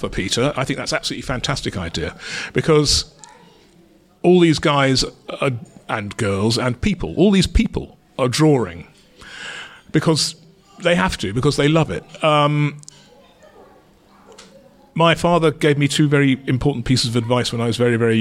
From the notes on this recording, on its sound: At Stoke Newington’s legendary Thai restaurant Yum Yum. At Stoke Newington’s legendary Thai restaurant Yum Yum.